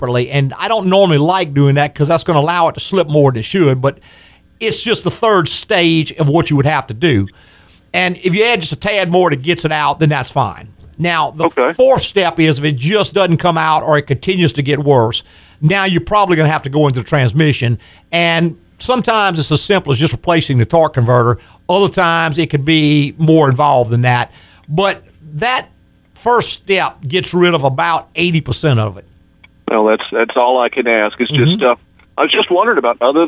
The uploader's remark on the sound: Call in from the annual James Dean run in Indiana. Answer calls from listeners in a very lively program.